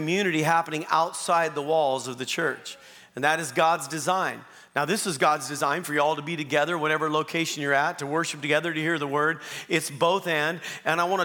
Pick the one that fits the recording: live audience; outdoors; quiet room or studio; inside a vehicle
live audience